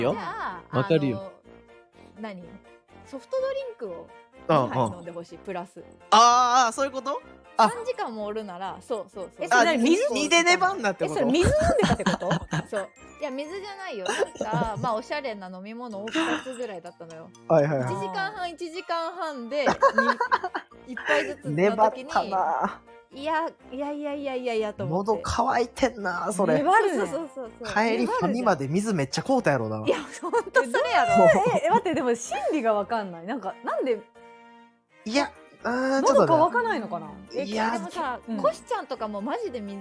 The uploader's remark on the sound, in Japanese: 大声注意。コラボ収録。